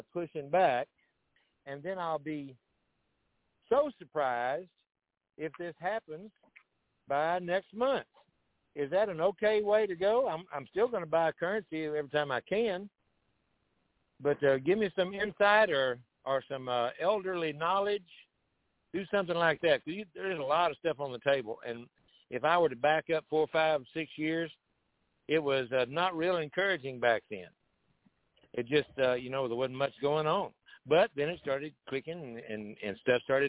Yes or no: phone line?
yes